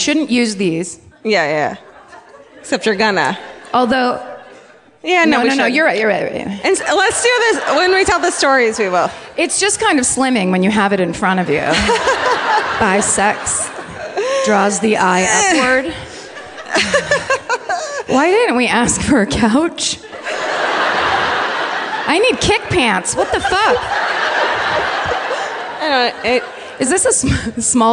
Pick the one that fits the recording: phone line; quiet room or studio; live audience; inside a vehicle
live audience